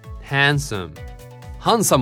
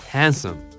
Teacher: もうへですよ、へ。口を横に引いて、縦に開けてのえ。はじゃなくて、へーね、へん。で、これ D はね、S にぶつかって消えちゃうというか、まあ、発音記号見ても書いてないな、もうこれはもうね。ありません、音上ありません、D は。そして、サムのところなんだけれども、ね、ここはストレスかかってないので、S から M に一気に行くように、スン、ハンスン。Handsome.